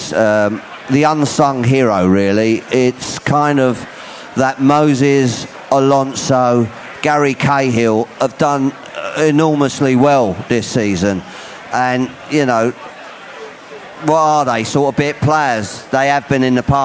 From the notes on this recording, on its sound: On tonights podcast we bring you the show live from Under The Bridge!